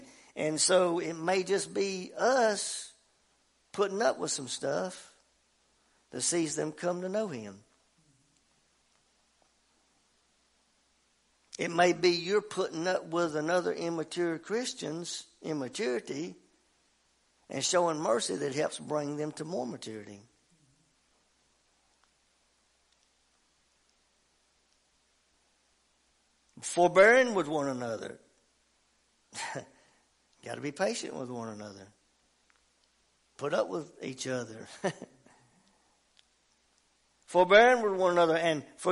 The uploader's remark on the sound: WELCOME TO OUR LIVE SERVICE. At Family Worship Center in Athens Tennessee. To stream our music live over the internet.